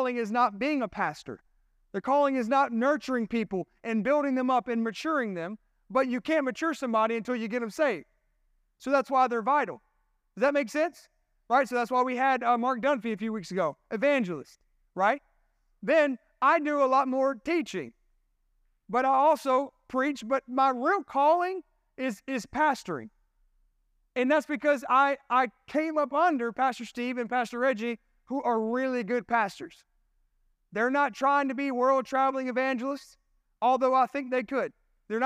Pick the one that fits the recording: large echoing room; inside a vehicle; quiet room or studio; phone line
large echoing room